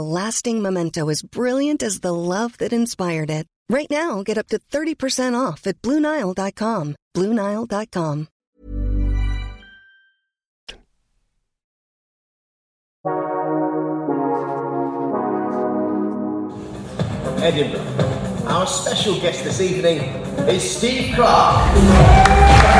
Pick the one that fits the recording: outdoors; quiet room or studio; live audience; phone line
live audience